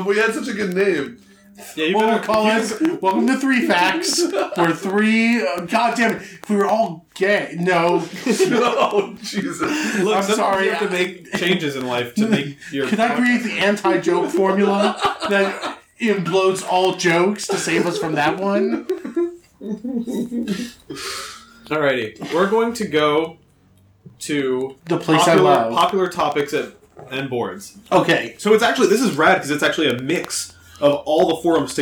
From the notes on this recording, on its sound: what if we recorded the whole episode in person and still managed to make it sound like shit